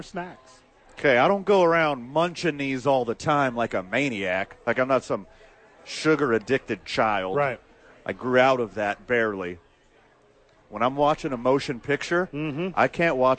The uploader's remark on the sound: Live at Sadies!